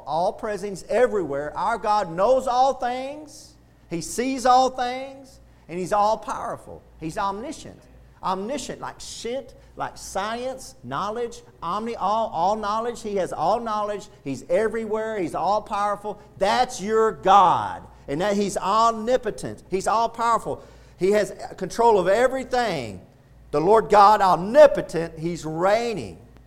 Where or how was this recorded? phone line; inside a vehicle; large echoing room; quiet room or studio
large echoing room